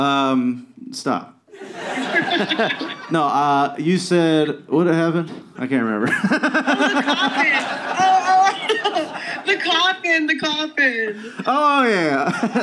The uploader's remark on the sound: The lads do a live show in LA. Live at The Dynasty Typewriter in Los Angeles.